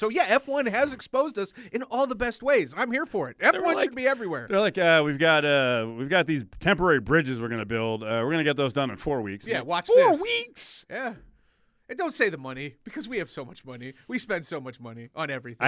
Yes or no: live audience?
no